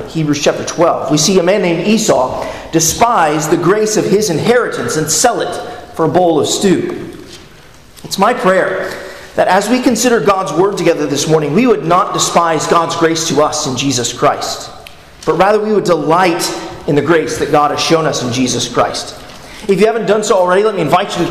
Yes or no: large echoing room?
yes